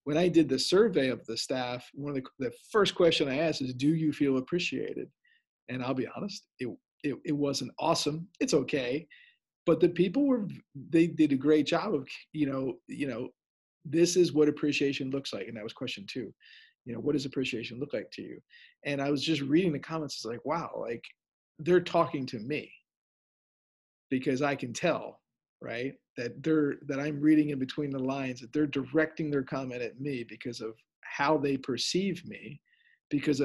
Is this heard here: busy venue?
no